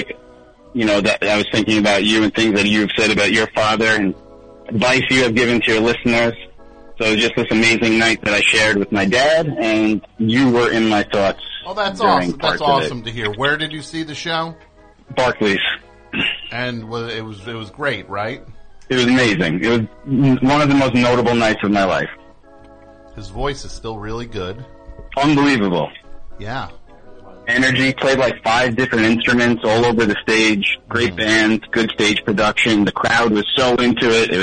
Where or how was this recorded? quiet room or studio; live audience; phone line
phone line